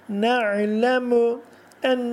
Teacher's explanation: nûnun üstünde bir miktar eğlenmeli, ses burnunun içinde bir aylansın. · Term: nûnne teşdit